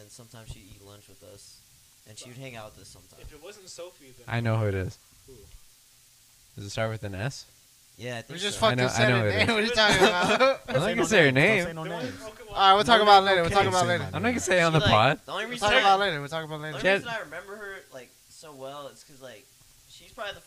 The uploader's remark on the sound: constantly remind each other to speak into the mic